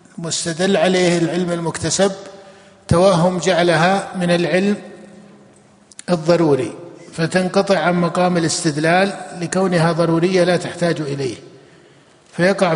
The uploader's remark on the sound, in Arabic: جامع عثمان بن عفان بالرياض